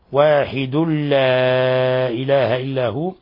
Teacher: ولاحظوا لما وقفنا على لفظ واحد فإننا سكننا الدال نقلقل، أما إذا وصلنا فقلنا واحد لا إله إلا هو، فهنا يصير الحكم التجويدي إضغام بغير غنة، لأنه تنوين جاء بعده اللام. لا إله إلا هو مد منفصل لانفصال الهمزة عن حرف المد، مد من 4 إلى 5 حركات.